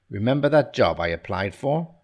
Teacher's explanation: So, first part is a question, so I've changed my intonation on the first part. So, I'm asking the question, do you remember?